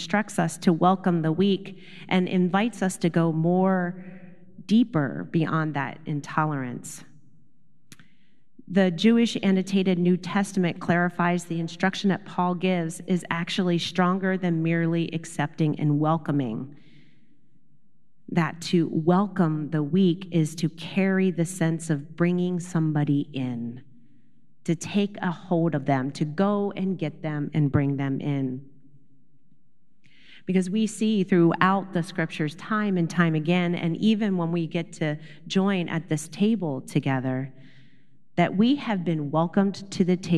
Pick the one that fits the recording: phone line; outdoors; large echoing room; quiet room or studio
large echoing room